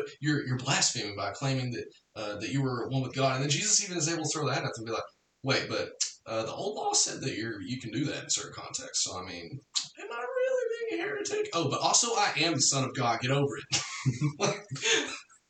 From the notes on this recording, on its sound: Apologies for the weird echo in this episode. We're using Season 1 of Cross Training to experiment with different recording hardware/software, so sometimes a mistake will rear its ugly head.